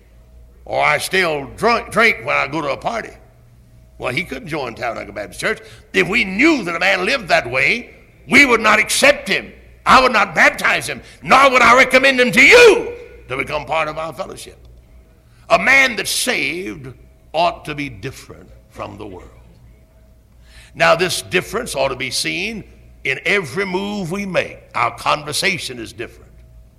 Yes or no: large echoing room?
yes